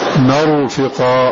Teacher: يفخمون هذه الراء لأنها راء ساكنة قبلها فتحة، ومن قواعد الراء الساكنة التي قبلها فتح أن حكم التفخيم مرفقا.